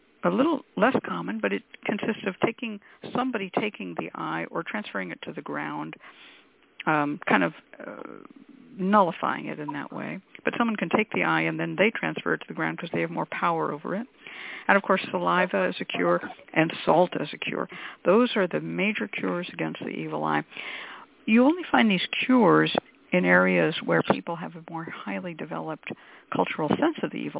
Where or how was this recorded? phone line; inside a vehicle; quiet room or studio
phone line